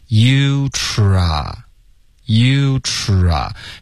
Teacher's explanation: 首先 try T R 的这个音呢，是要卷舌，OK，吃有点像吃的这个音，可是再往后卷一点都可以。然后同时要嘟嘴 · Term: 嘟嘴的 try